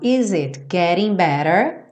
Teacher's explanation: a gente tem o T, tanto do getting quanto do better, com rarara, aquela redução